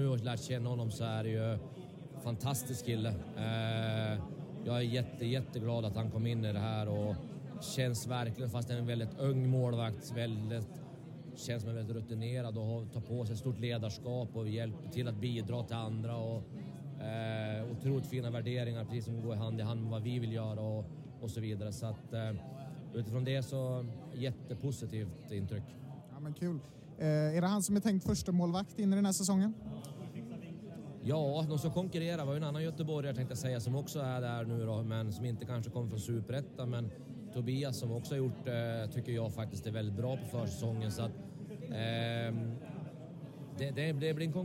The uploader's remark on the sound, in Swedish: Vi ber om ursäkt för något svajigt ljud under intervjuerna. De spelades in under upptaktsträffen vilket gjort att mycket bakgrundsljud kommit med.